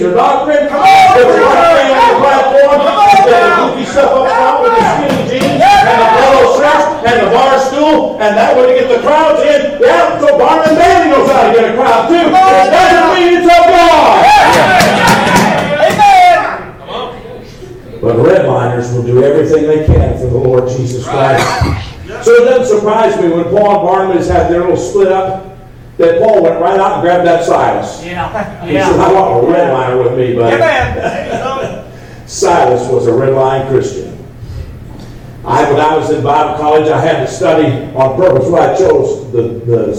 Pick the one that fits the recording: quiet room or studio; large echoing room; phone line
large echoing room